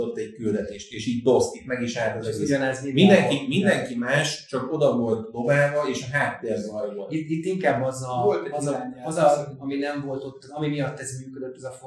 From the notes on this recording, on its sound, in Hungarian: Az új helyszín miatt. A technikai nehézségek sajnos megtaláltak minket ezen a kísérleti adáson.